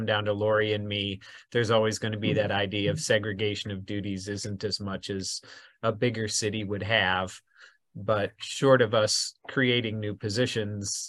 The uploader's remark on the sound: University Heights City Council Meeting of January 10, 2023 was held on Zoom.